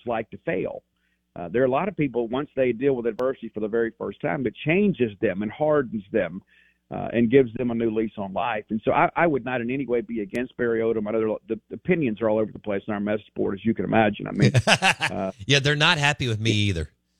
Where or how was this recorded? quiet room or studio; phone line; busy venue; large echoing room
phone line